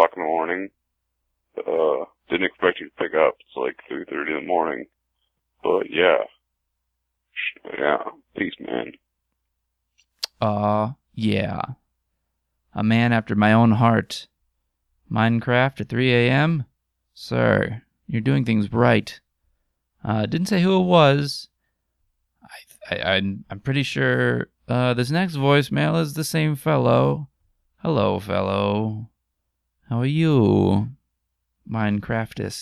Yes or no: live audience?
no